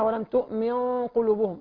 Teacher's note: القاف حرف استعلاء مفخم. فبالتالي غنة الإخفاء هنا تفخم.